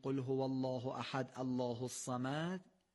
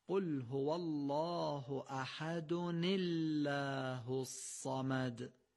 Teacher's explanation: اگر خواستیم قل هو الله احد رو با الله الصمد سر هم بخونیم باید تنوین احد رو بخونیم، یعنی بگیم احدون، منتها این تنوینش هم نباید معمولی بگیم، باید به صورت نون مکسور بگیم · Shown in: second take · یعنی بگیم احد و نه.